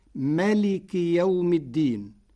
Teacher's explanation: قرأ ورش كلمة مالك بحذف الألف بعد الميم فتصير مالك يوم الدين على وزن فقه، صفة مشبهة أي قاضي يوم الدين.